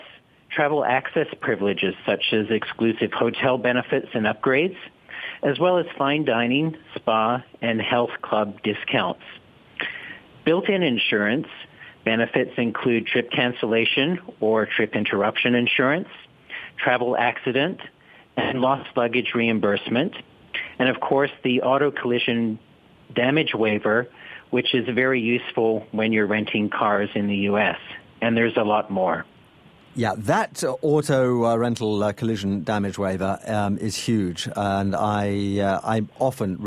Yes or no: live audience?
no